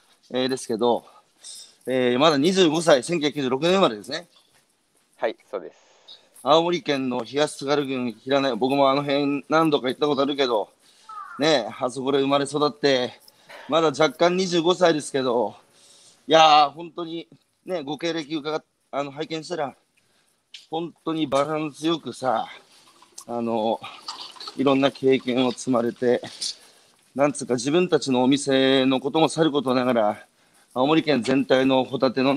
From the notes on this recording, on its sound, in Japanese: 歩きながら1時間、対談する